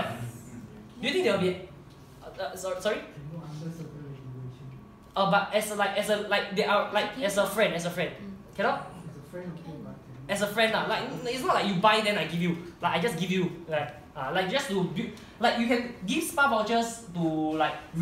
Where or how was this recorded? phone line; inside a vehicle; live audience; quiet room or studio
live audience